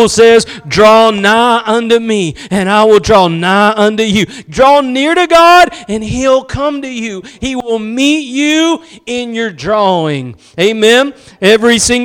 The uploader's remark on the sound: Preached at Gospel Lighthouse in Bossier City, La.